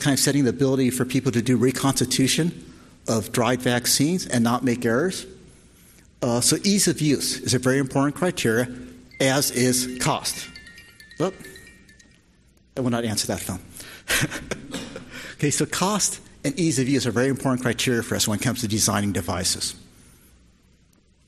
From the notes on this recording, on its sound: This discussion was presented at the inaugural Drug Delivery West conference in 2018.